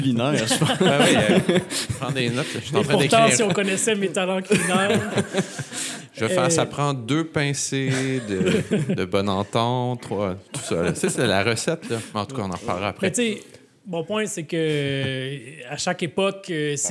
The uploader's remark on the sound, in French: Pour ce premier événement public de Cadre Bâti. À l’espace ville autrement.